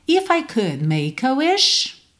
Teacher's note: E já junto make no A, ok? Essa ligação entre consoantes e vogais, a gente faz em português, faz em inglês também, é natural, tá?